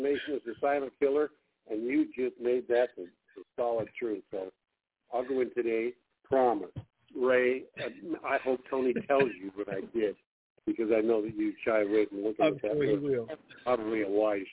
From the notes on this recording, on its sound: TNTSuperfantastic Conference Call.